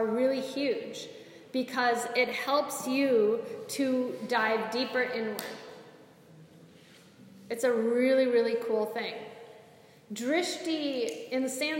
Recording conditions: live audience